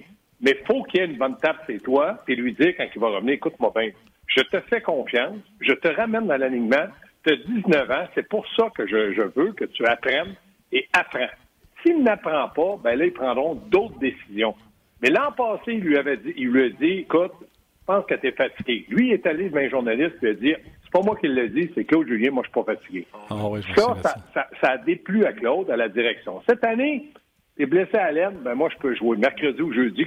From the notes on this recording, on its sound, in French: au bout du fil